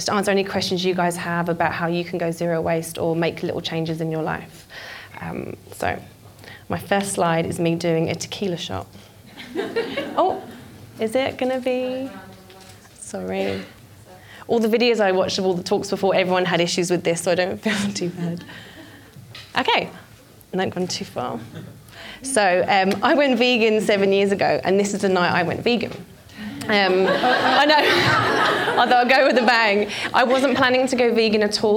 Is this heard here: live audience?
yes